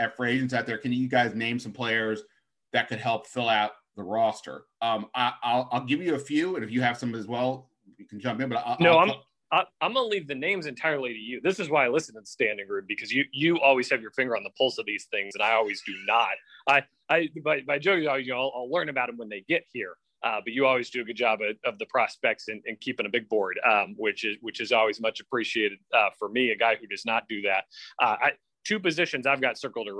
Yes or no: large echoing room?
no